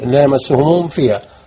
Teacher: الميم من شفتين والفاء من بطن الشفة قريبين · Term: ميم تظهر عند الفاء